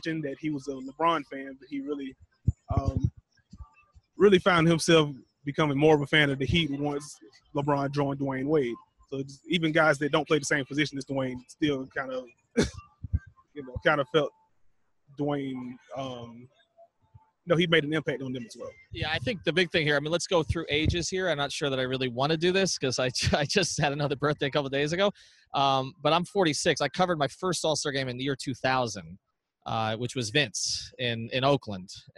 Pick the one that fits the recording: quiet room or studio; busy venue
busy venue